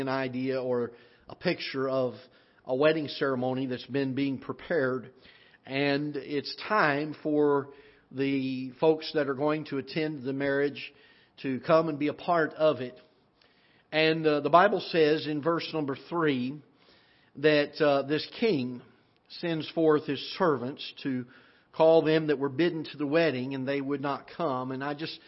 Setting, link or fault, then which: setting, large echoing room